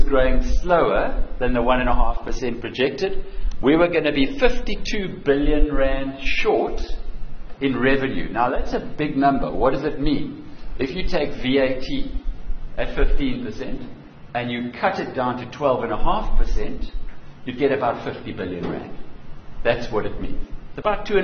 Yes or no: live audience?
yes